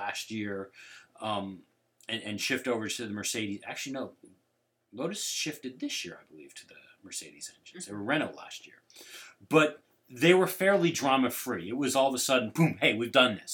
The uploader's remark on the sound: This week our sound quality isn't what we like it to be. This is the second show we recorded with our new podcast rig, and without realizing it an important setting was off resulting in a show that doesn't sound as clean as we want it to be.